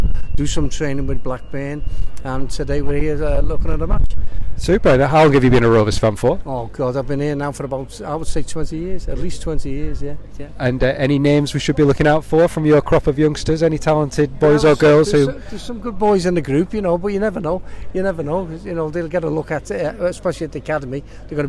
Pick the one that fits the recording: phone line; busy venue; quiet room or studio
busy venue